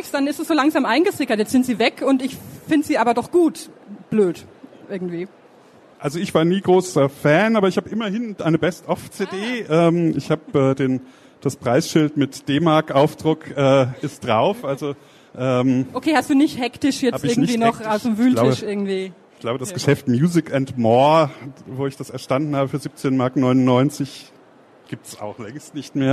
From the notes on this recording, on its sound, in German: Der Talk wurde im Rahmen der Veranstaltungsreihe "SPIEGEL Live" im Oktober 2019 auf der Frankfurter Buchmesse aufgezeichnet.